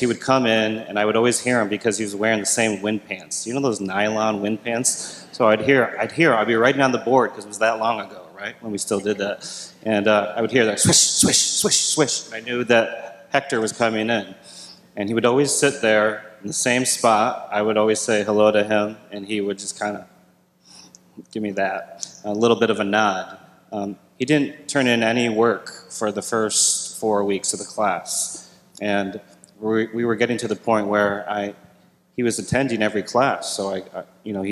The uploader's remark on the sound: In this main stage session, a panel of experts hold a conversation on Gen Z & the church.